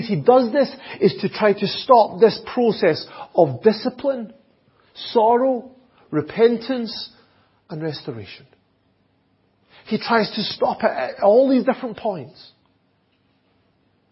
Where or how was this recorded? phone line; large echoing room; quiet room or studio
large echoing room